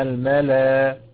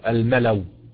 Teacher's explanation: يعني هنبدلها حرف مد مجانس لحركة ما قبلها، يعني هنبدلها ألف · Shown in: first take · يعني في الملأ اللي هي مرسومة على واو دي هنقف عليها بالمذهب القياسي، كيف هنقف هكذا الملأ عادي خالص، ده الايه المذهب القياسي.